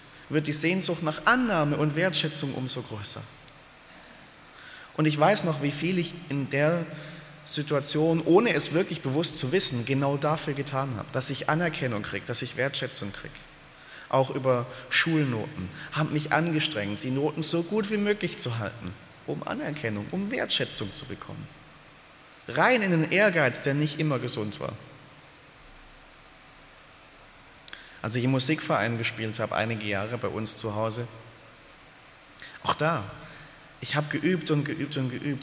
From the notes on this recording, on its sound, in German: aus dem Gottesdienst der Liebenzeller Mission